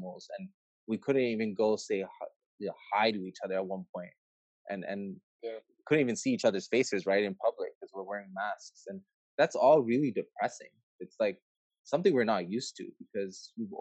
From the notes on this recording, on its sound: A live Zoom session.